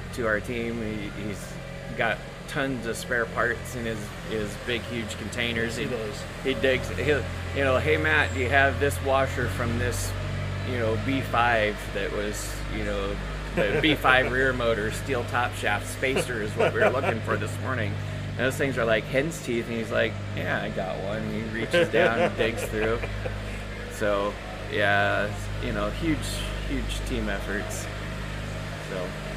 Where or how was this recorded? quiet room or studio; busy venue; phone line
busy venue